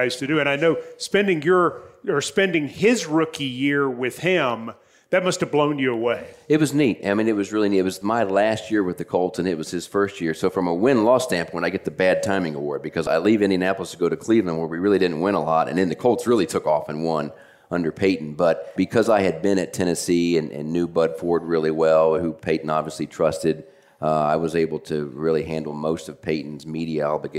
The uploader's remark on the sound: LIVE at Harbaugh Club on WKU Campus. Day 3 of the OTP Live tour rolls on from the Harbaugh Club at Western Kentucky University.